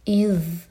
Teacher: ذال پر تھوڑا ٹائم دیں گے، رخاوا کریں گے تاکہ جھٹکا نہ ہو